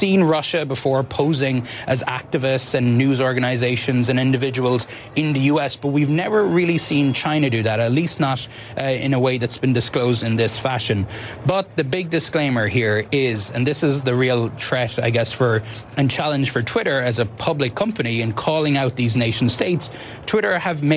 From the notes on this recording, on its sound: live from the New York Stock Exchange